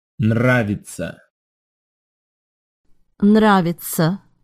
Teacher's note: note how the emphasis is on the first syllable